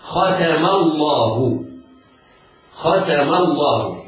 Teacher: تفخم لام لفظ الجلالة إذا وقعت بعد فتح · Term: التفخيم